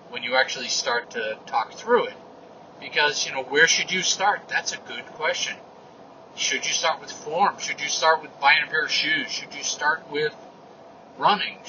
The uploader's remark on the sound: an unscripted update from the truck